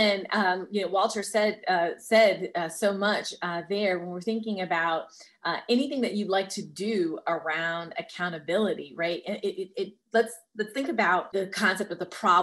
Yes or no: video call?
yes